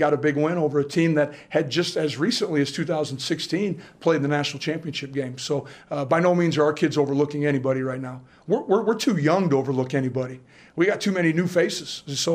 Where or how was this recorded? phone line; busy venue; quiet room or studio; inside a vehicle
busy venue